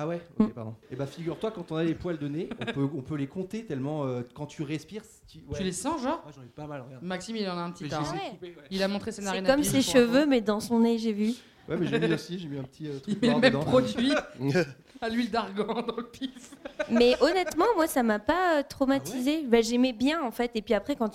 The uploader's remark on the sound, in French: ALL STARS en plublic. Sur la scène de l'Apollo Théâtre, devant 304 Touristos et Touristas de folie.